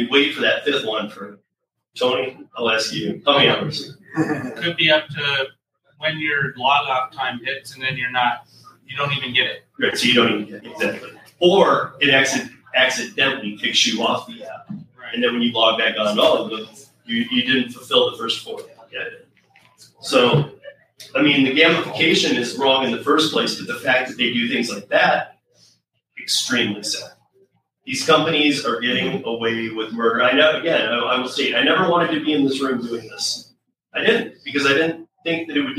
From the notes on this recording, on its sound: Gig Worker Town Hall Event | Denver, Colorado (August 5th, 2023). GiG Worker Town Hall LiVE.